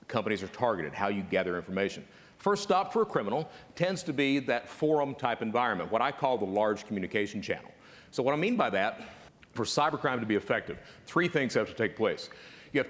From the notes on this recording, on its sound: LIVE from CNP Expo 2019! A live recording in front of hundreds of online fraud professionals. We hear from two unassuming audience members.